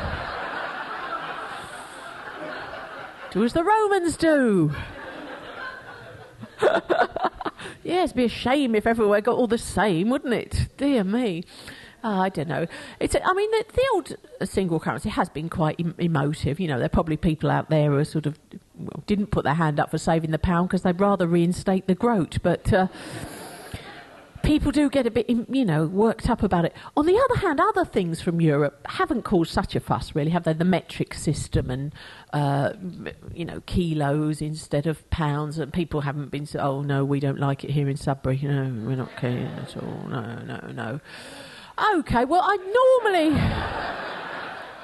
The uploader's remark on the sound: Format: Original Recording. Her one-woman show recorded live.